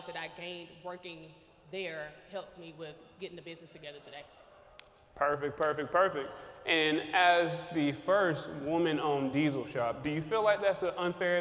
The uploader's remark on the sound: Live on location in Houston, TX at second annual Truck N' Hustle FreightFest. Audio/Video Captured at the Event by Encore.